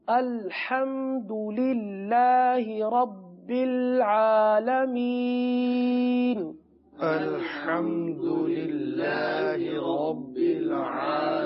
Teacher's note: عالمین کو اس لیے کھینچ کر پڑھا جاتا ہے کہ مد عارض کا قاعدہ ہے